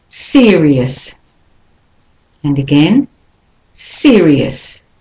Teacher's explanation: In serious, the O-U-S is the only de-stressed syllable.